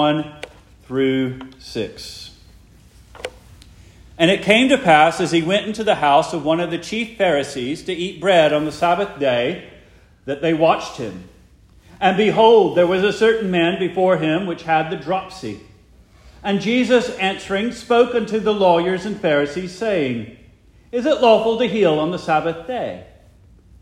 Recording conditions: large echoing room